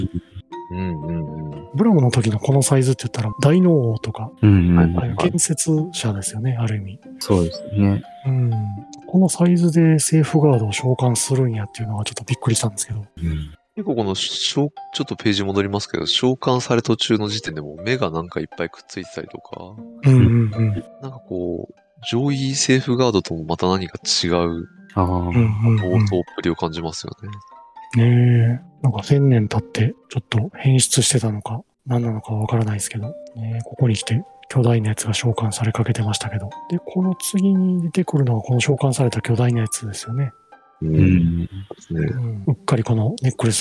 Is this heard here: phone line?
no